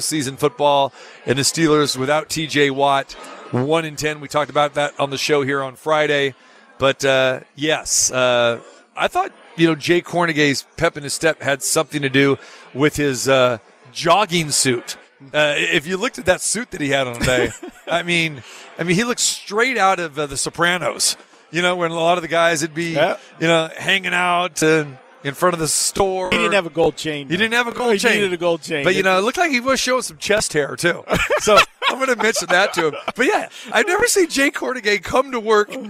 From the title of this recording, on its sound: Live From the Super Book at Westgate Las Vegas